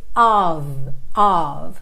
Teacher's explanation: essa preposição of, O-F, se você acompanha aqui a série Aprenda Inglês com Música, você já sabe com certeza que ela sempre, sempre, sempre tem som de O-V